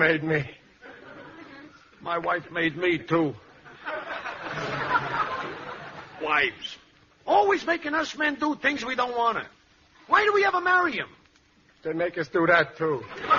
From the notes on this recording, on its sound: The program was broadcast live with a studio audience. Howls of laughter and applause from surprised audience members.